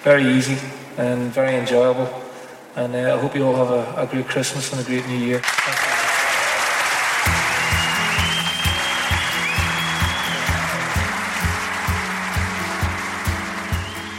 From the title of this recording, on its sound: Live: The Q &